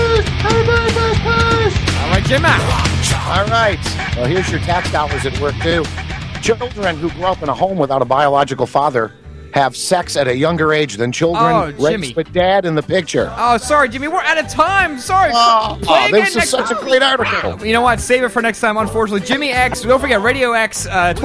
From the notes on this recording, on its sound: Live coverage from the G-20 conferences in Pittsburg